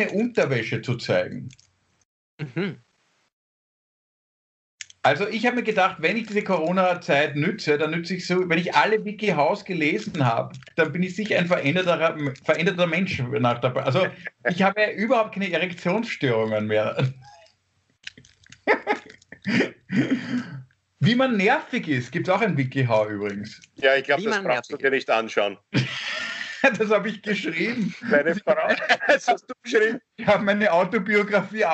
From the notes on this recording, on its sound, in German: Aufzeichnung einer ZOOM Session vom Montag, 1.